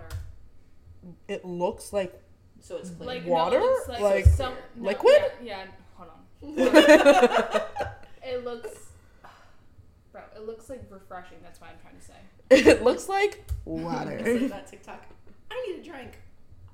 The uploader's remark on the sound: Yes, we are still figuring out the audio situation--but we'll get there eventually.